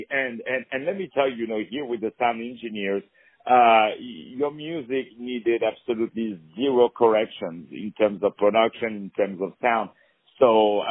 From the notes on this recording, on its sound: On the phone